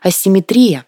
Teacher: Но пока правильным вариантом является только с ударением на «и»